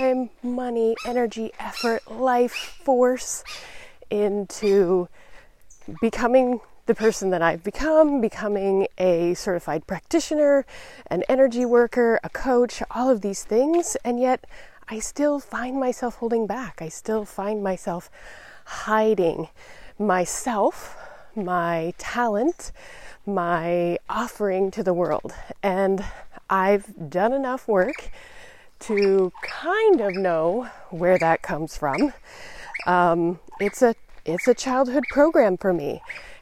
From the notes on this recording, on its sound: In this episode, I’m experimenting with recording my podcast while walking in nature.